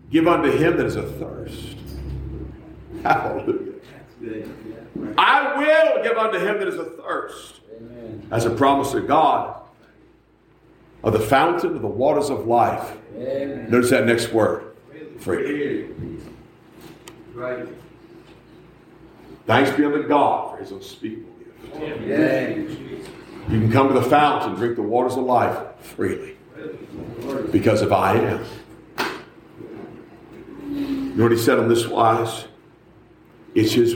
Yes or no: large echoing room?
yes